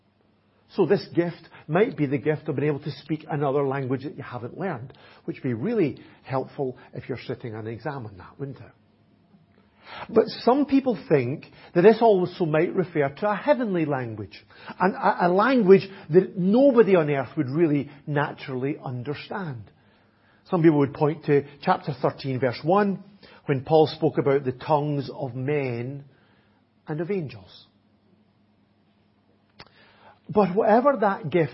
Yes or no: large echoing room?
yes